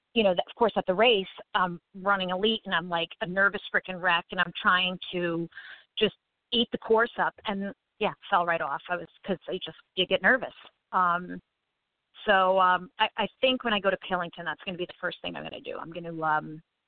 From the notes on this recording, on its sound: LIVE Q-n-A Show. Plan to accept live callers and field questions.